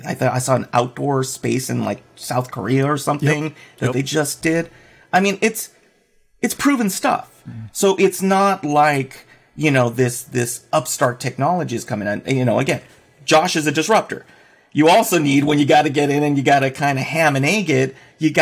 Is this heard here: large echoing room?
no